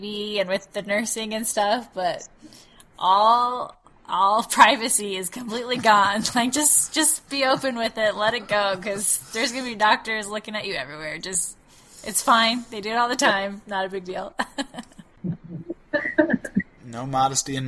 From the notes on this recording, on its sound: The audio quality isn’t perfect.